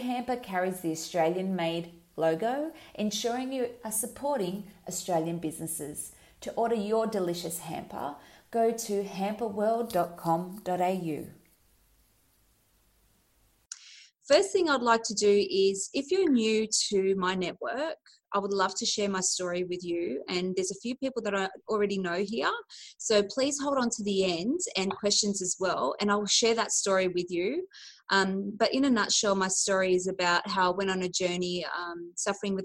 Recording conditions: video call